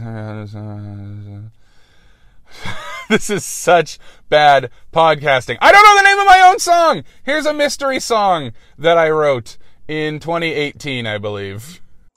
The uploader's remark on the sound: Record a podcast during their work commute while their car is broken.